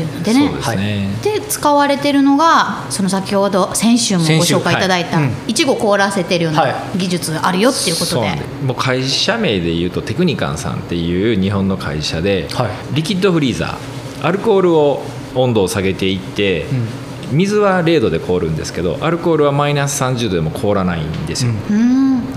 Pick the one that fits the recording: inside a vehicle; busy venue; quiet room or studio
busy venue